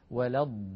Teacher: هذه الألف تخرج من هذا التجويف الفموي الحلقي، ويأخذ الفم شكلا معينا ويكون اللسان في أسفل الفم. ولا الضال، هكذا يكون شكل اللسان عند نطق الألف.